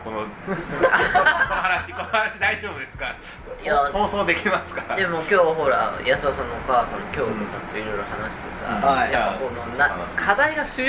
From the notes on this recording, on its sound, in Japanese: 名古屋のスナックにお邪魔しての収録第２弾です。